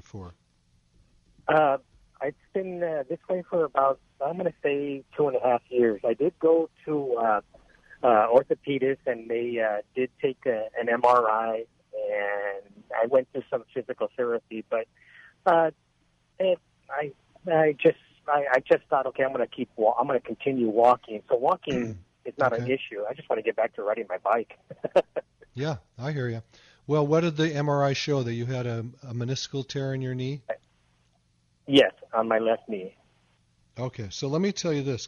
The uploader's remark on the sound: same caller who called in earlier